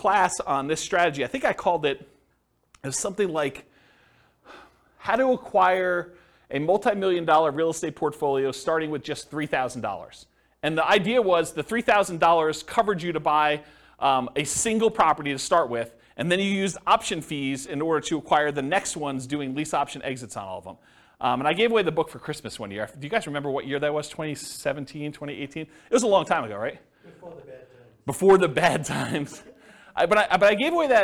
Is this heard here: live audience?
yes